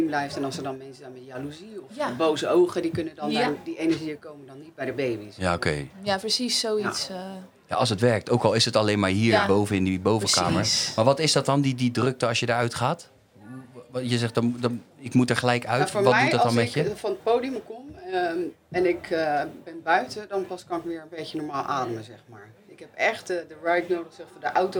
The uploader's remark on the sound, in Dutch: Het is behoorlijk heet in de Kleinste Kroeg van Nederland die backstage staat bij De Vrienden van Amstel LIVE.